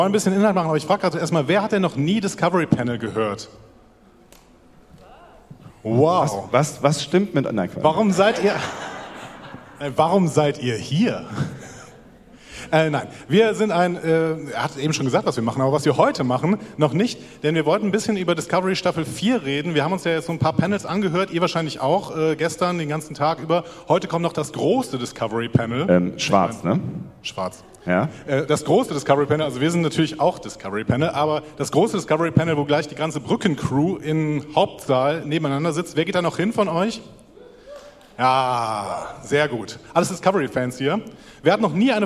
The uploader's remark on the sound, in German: Live von der Fedcon 29